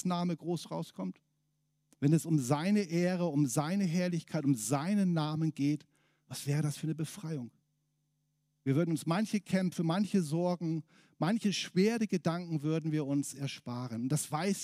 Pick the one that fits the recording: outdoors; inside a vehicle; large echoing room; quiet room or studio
large echoing room